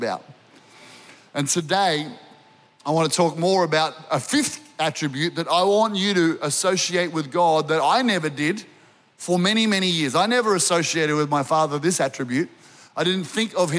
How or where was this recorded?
live audience